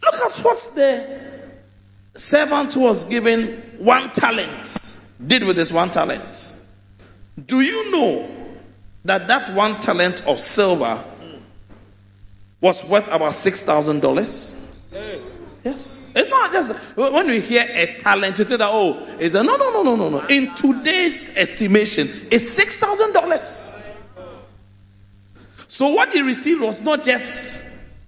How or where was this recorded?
large echoing room